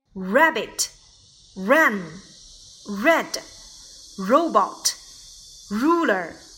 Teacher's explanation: 摩擦浊辅音，唇形稍圆